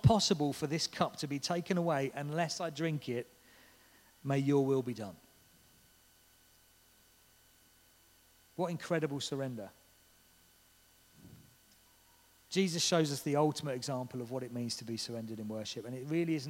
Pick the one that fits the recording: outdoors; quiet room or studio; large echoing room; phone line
large echoing room